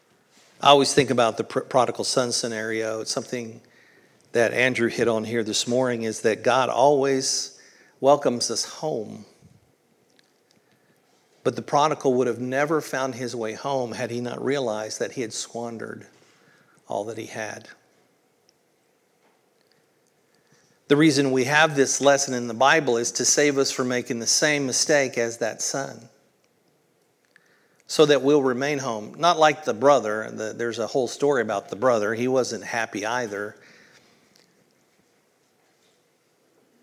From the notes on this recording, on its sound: originally recorded at Palestine Church of Christ on June 4th, 2023.